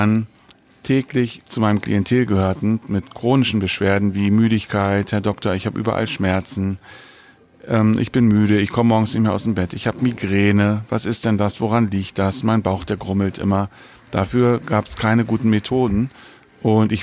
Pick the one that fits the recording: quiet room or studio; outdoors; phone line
outdoors